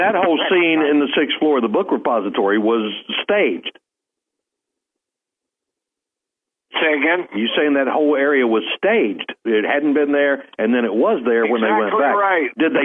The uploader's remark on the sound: NOTE: iHeart had computer issues this morning, forcing the show to be done via telephone with the attendant reduced audio quality.